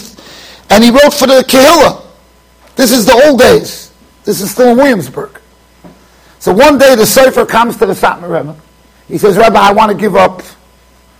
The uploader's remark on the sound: Shiur recorded in Yeshivas Ohr Reuven, Monsey NY.